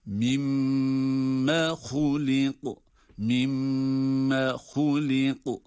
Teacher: şedde var, onun için mim harfini tutuyoruz. Sonra da uzatmadan mimme hulik mimme hulik hulik ha kalın, kaf kalın ve kaf galgale harfi.